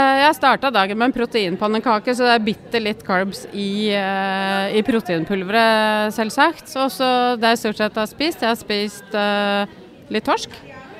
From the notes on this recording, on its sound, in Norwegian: Live Studio - Inveiing. Live studio med intervjuer av atleter, og andre interessante personer under innveiingen!